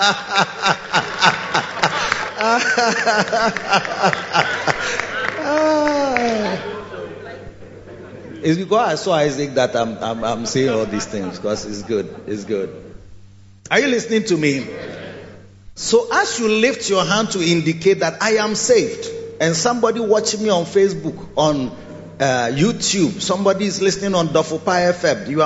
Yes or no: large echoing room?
yes